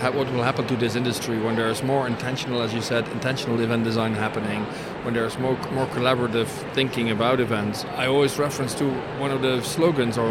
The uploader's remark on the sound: Live from #IMEXAmerica